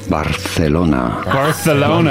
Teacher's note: You do want to pronounce the C a little bit like TH in English with your tongue between your teeth.